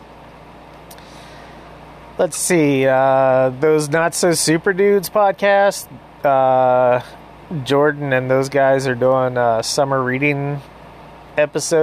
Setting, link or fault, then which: fault, sounds in the background